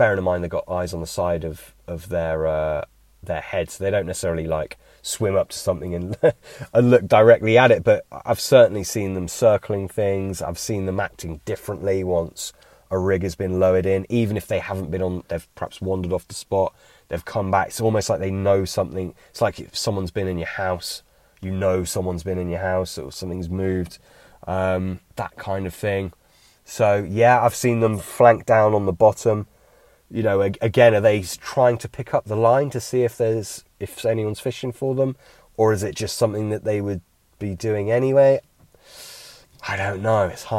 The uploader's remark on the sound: A bank-side Q&A.